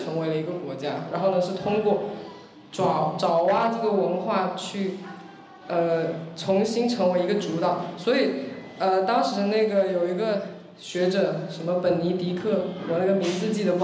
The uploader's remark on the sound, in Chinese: 在UABB的“关于罗湖的集体漂流分享会”录音